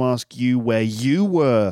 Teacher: Okay, do you notice the emphasis on you? · Term: sentence stress